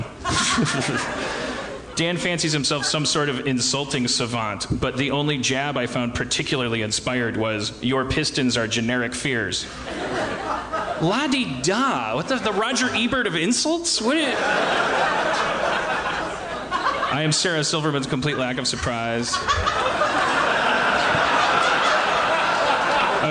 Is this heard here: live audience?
yes